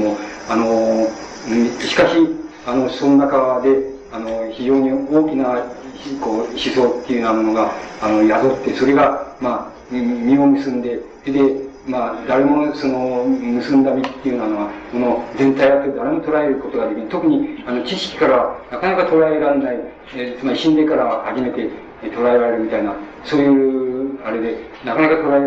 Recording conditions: poor sound quality